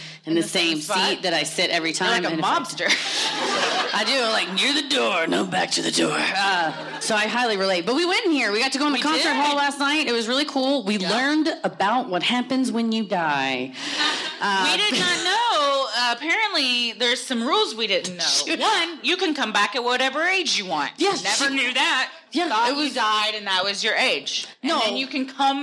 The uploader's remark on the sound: Recorded Live at Comedy Works, Denver.